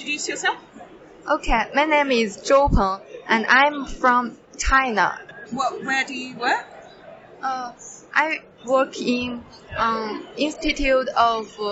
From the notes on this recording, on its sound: It was recorded during the EGU 2023 meeting. It was recorded during the EGU 2023 meeting.